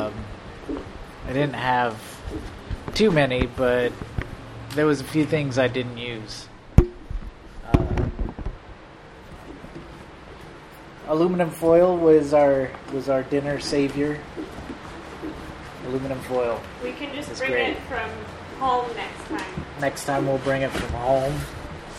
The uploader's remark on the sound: took an end-of-summer bike camping trip, and recorded a little audio!